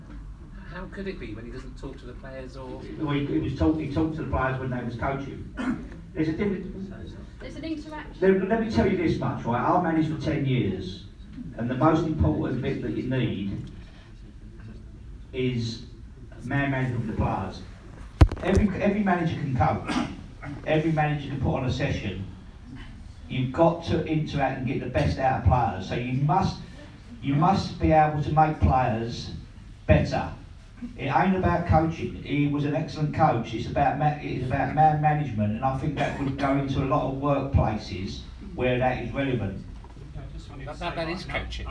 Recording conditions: live audience